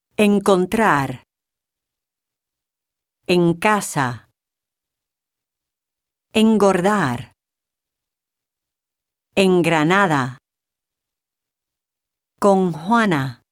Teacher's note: Before the sounds K, G, and H, N is pronounced like the ng sound in the English word sing.